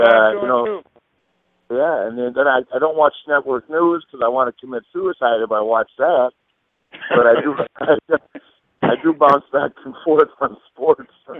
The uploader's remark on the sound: scheduled to call in and tell their tales